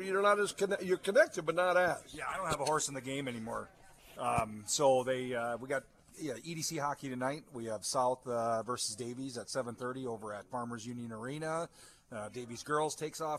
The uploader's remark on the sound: Live from Applebee's on 13th. Was broadcasting live from the 13th Ave.